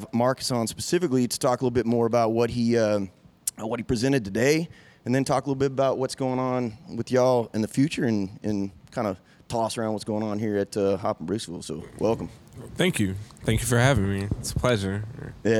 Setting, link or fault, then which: setting, busy venue